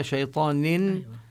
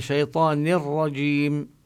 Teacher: بلا غنة بالراء، نقول لا نلفظها شيطان إنما شيطان الرجيم، يعني ننتقل من النون المكسورة إلى تشديد الراء · Shown in: second take · Term: الإدغام بلا غنة